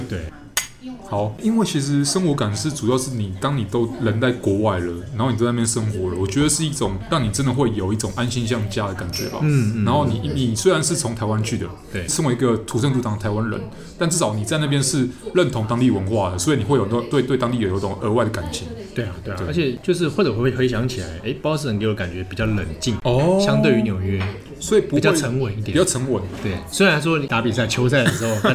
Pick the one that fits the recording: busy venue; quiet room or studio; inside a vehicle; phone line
busy venue